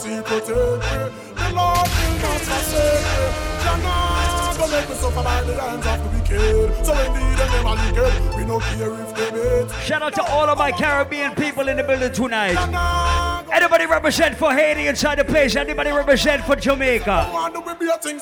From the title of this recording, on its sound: LIVE AT ISLAND SATURDAYS ON NOV 16TH